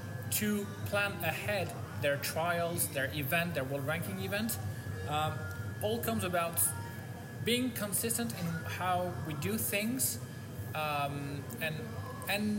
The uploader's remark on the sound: Live from Gwangju, Korea, at the Hyundai Archery World Cup